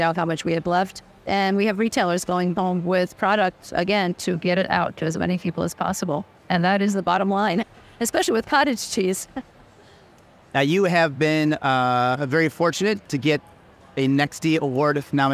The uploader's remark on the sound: Brand Buzz at Expo East 2023. From INFRA’s time at Expo East.